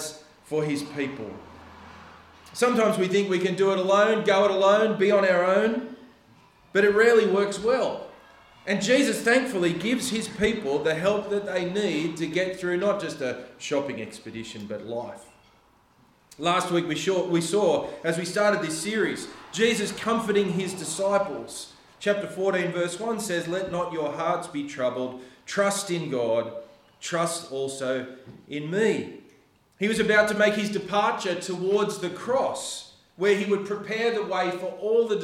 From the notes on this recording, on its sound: The sermon was preached on October 29th at all services of Helensburgh and Stanwell Park Anglican Church.